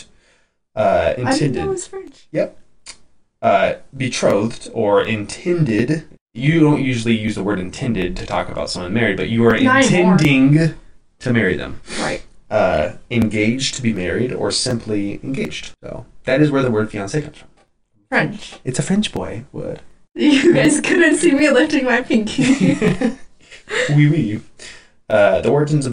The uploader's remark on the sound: Sorry about the audio issues.